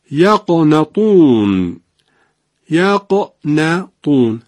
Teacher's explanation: حرف نون که ترقیق داره بین دو تا حرف ارزم بستون که قاف و تا که جفتشون تفخیم دارن قرار گرفته. این وسط نون نباید تحت تأثیر اینها درشت بشه.